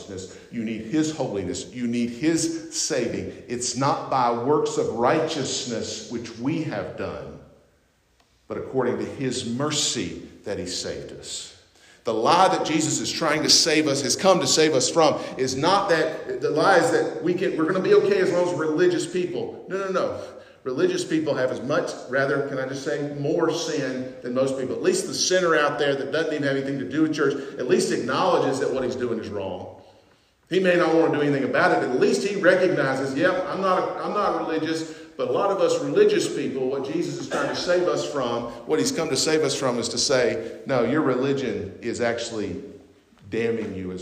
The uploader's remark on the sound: at North Beaver Baptist Church in West Jefferson, NC